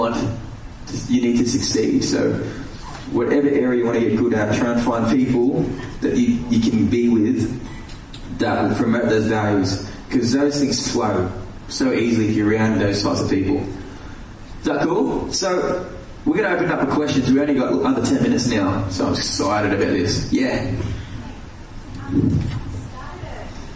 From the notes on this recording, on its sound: Live question and answer sessions LIVE from Port Macquarie Luminosity Youth Summit.